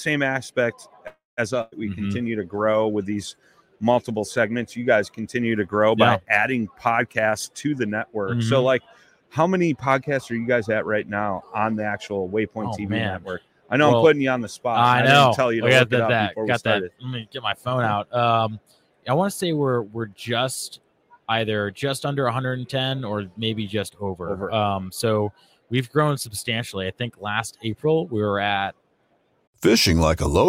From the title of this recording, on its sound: Live From ICast